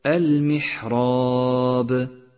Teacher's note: فخم الألف في كلمة المحراب، المحراب، لأنها سبقت بحرف مفخم وهو الراء المفتوحة الملونة باللون الأزرق الغامق، والألف تتبع ما قبلها في الترقيق والتفخيم.